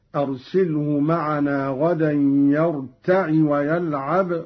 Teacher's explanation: قرأ قالون بكسر العين